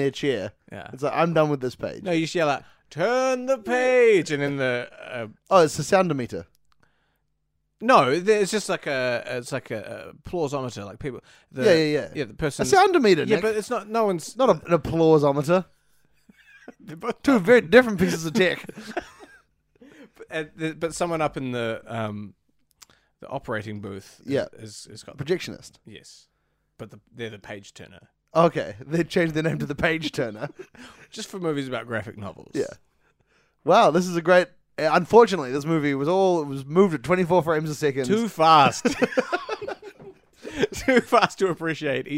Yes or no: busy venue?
no